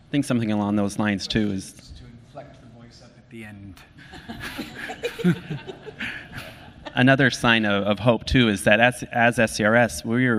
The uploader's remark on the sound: This podcast presents a panel discussion from the 2019 Mobile in Clinical Trials conference.